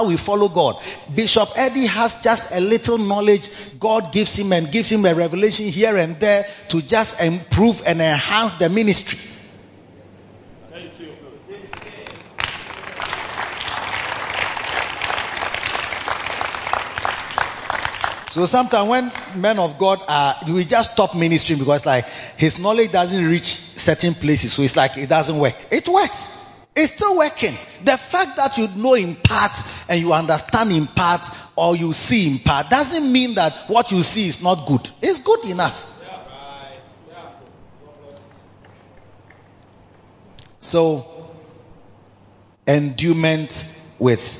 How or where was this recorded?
large echoing room